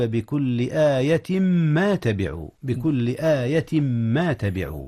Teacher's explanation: أدغم تنوين آية في ما أو في ميم · Term: الإدغام